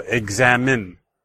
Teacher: So that's three syllables, and hopefully you can hear the stress on the second syllable, as the same as exam, examine.